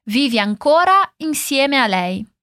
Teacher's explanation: atenção às vogais finais, é vive com i e insieme com e